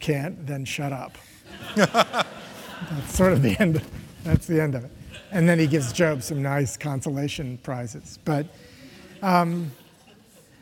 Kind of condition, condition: setting, live audience